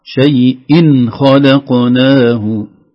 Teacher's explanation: بدون غنة بعد شيء تنوين بعده خاء · Term: إظهار